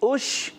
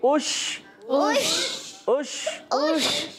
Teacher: تفشی یعنی منہ میں آواز کا پھیلنا · Term: صفت تفشی